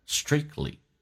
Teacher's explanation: 三个辅音并排 KTL 可以去掉中间的爆破音 T,所以这个单词可以说成 strictly, T 可以不用发出来 strictly,然后气流可以顿一下 strictly at the beginning, but I began